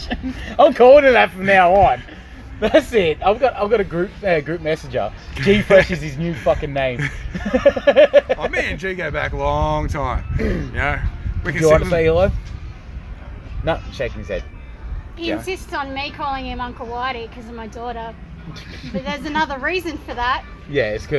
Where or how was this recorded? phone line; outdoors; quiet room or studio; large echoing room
outdoors